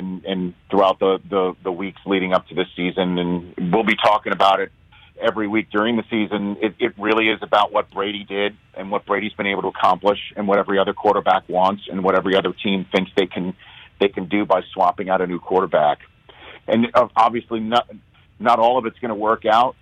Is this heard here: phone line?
yes